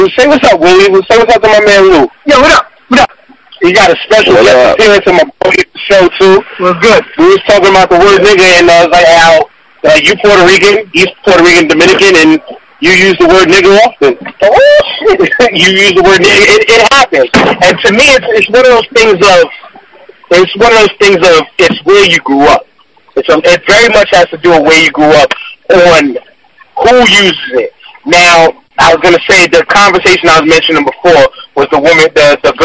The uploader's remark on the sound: joins me VIA conference call